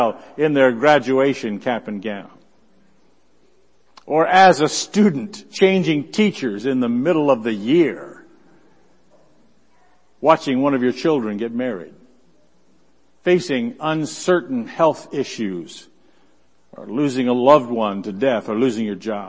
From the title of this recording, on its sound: Worship Service